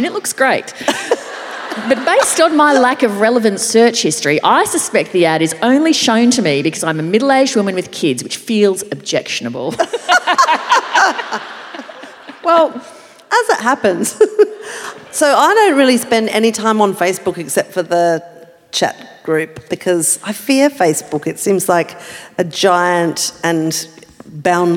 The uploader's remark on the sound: Perform live on stage.